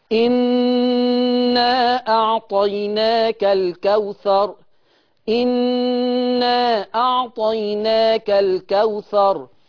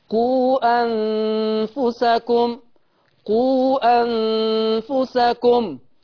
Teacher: المسألة الأولى تتعلق بالمد المنفصل، المسألة الأولى تتعلق بالمد المنفصل. المد المنفصل لأبي جعفر إن هو هيقرأ بمقدار القصر